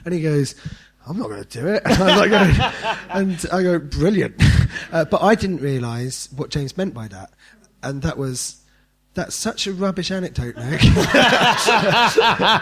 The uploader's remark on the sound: live from Dave's Leicester Comedy Festival